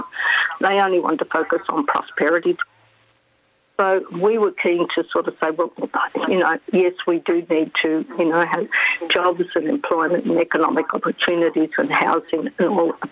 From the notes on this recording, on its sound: Calls. Phone.